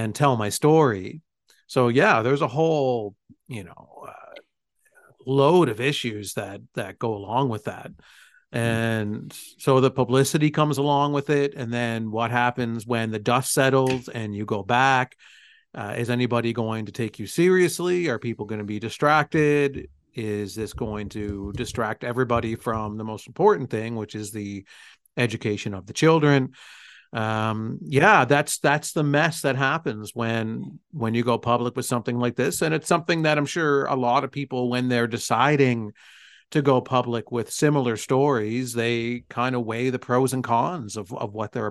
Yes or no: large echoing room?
no